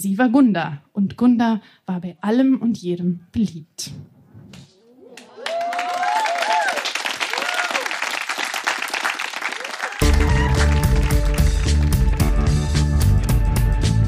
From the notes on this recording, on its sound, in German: Unserer Show vom 6.9.2022 im Kulturhaus Insel der Jugend, Berlin. Heißen Dank an das Kulturhaus Insel, unser tolles Publikum.